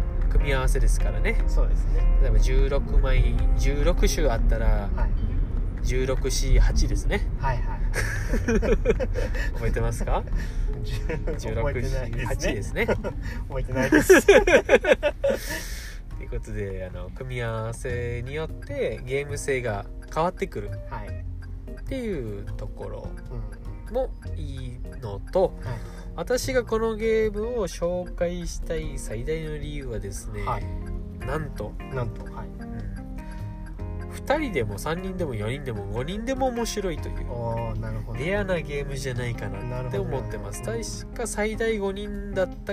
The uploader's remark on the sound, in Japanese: 雑音が酷いですが、さて今回の収録場所はどこでしょうか。